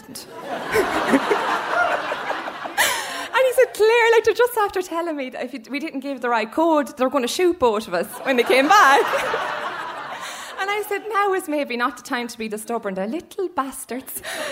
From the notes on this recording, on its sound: stories recorded onstage at The Dublin Story Slam